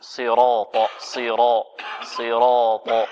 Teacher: ركز على تفخيم الراء جيدا